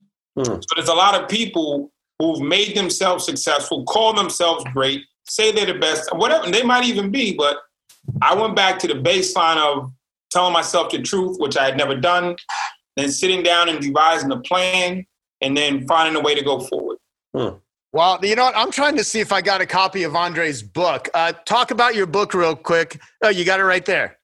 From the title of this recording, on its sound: The SECOND Ever ILM Zoom Meetup